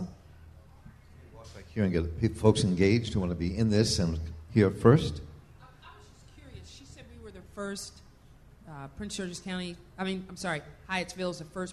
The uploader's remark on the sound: This week features a panel discussion I moderated last week at Busboys and Poets in Hyattsville.